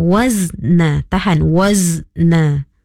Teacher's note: Wazna jangan di apa, jangan dibuat qalqalah. Huruf zai bertanda sukun, itu bukan qalqalah. Itu hanyalah huruf sukun, huruf mati.